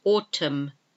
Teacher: And then also in the season, autumn, it's spelled A U T U M N, but the last N is not pronounced, so it's autumn. · Term: silent letter